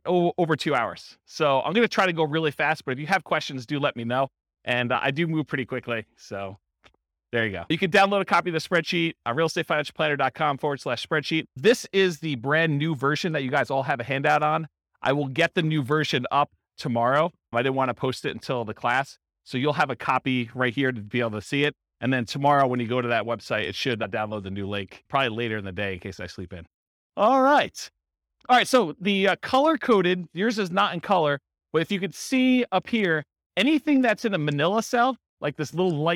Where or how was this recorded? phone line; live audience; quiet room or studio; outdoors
live audience